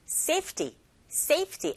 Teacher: Safety가 아니라 safe, safety, safety. 앞에 강세 꽝 주시고요